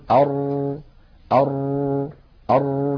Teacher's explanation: نجد أن اللسان فيه شيء من الارتجاف · Term: تكرير